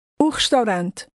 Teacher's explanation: Notice how lightly the initial o is pronounced.